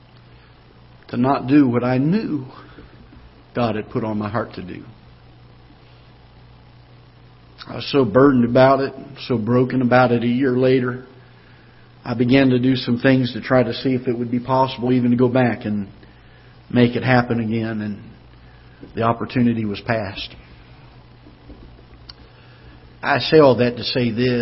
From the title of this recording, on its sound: Ketha Heights Baptist Church ~ Live Broadcast